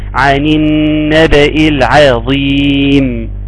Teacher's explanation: نظرا لوجود حرف الظا بعد حرف العين، فيقوم الحرف الظا عالي يا اخوة ومفخم، فيقوم يشد العين مع الفوق ويطلع عا.